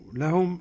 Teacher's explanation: لهم صلة الميم واضحة، ميم الجمع واضحة. توصل.